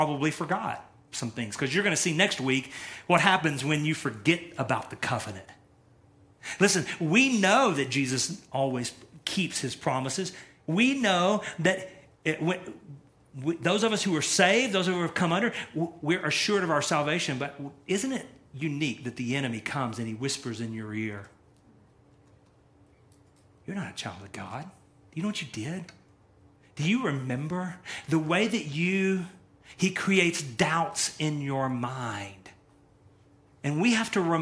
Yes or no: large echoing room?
yes